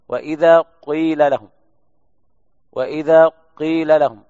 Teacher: وإذا قيل لهم، يضم الشفاه ثم يرجع مرة ثانية، إن هذا الصوت مخلوط بالإشمام، الحركة صوت الضم، وهو جزء قليل وقصير ومقدم، ثم الكسر